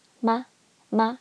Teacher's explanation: it's very light and we call it a neutral tone